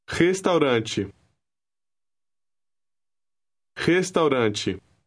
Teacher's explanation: the R at the beginning of the word sounds like a hard H.